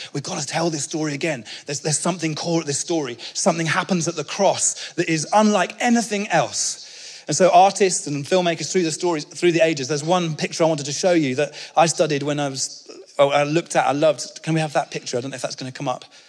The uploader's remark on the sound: speaking at our 2022 Onelife Conference